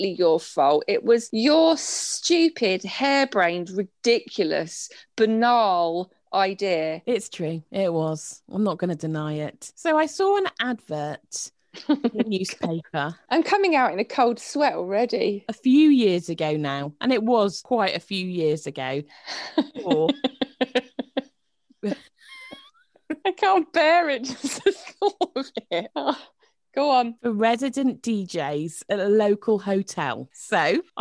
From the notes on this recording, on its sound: Recorded over the internet as still in lock down so sounding a little different. With at least 5 minutes of uncontrollable corpsing edited out!